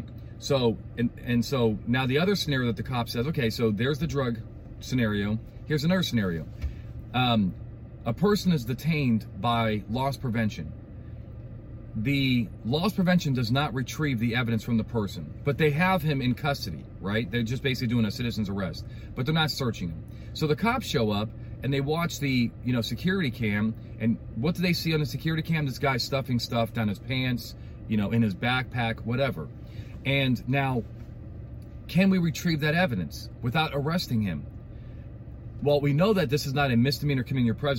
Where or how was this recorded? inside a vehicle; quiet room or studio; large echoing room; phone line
inside a vehicle